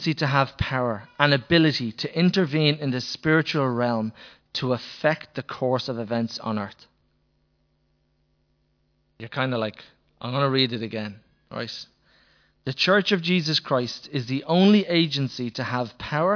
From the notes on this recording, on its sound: Recorded live in Liberty Church on 11th August 2019